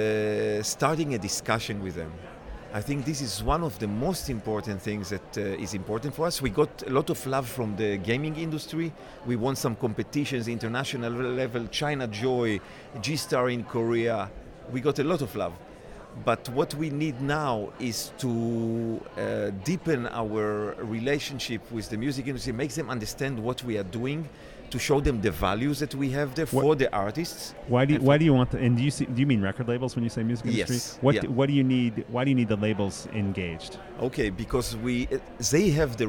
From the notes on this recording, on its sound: Music Tectonics is at Midem! Recording interviews with Midemlab competitors and international music tech superstars, on the spot in Cannes.